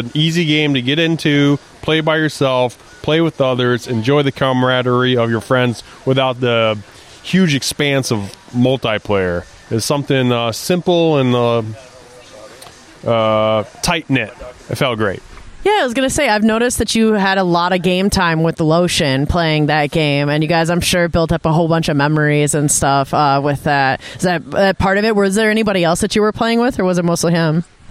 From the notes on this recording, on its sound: interviews some friends of the show live from DLGcon 2023